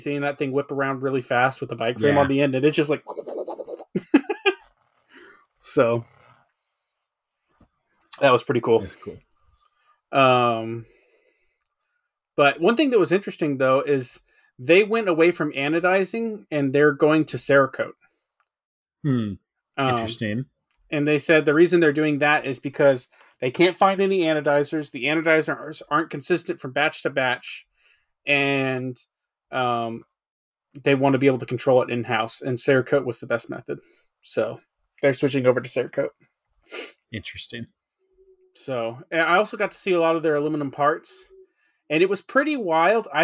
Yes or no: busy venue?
no